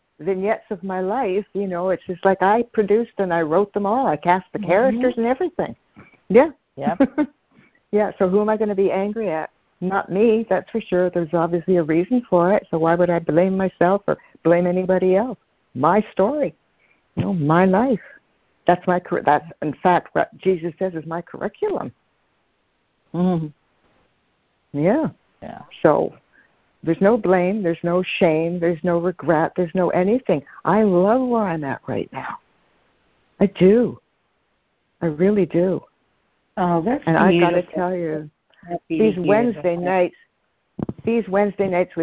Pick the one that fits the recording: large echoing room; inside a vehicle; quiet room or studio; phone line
phone line